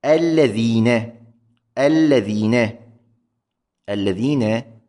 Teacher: المثال الثاني، الذين، الذين، الذين تلفظ بلامين، ال ل ال ل، هناك لام ساكنة ولام مفتوحة، تلفظ بلامين لكنها تكتب بلام واحدة، لام مشددة طبعا، لكن بالنتيجة هي لامان، اللام المشددة هي لامان وليست لام واحدة كما لعله يتوهم، هناك لامان.